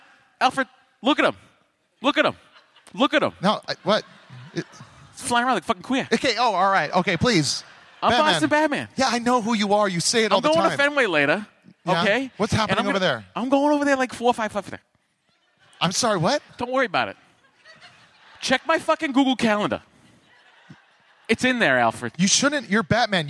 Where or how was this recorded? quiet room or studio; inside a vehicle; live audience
live audience